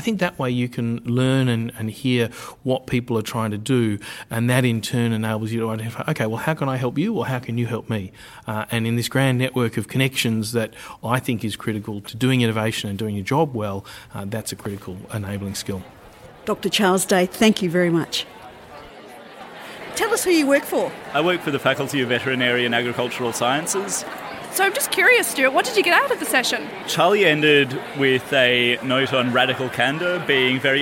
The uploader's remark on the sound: We gate-crashed the 2017 University of Melbourne professional Staff Conference